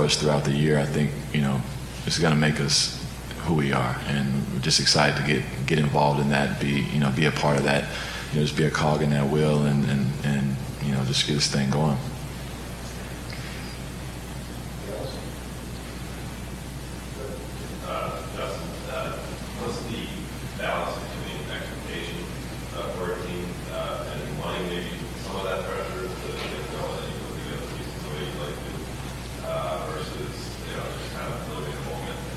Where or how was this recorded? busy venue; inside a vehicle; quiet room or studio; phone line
busy venue